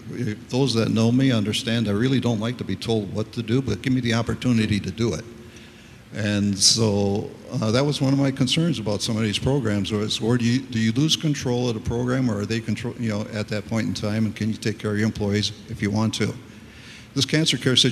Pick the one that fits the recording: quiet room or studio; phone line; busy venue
busy venue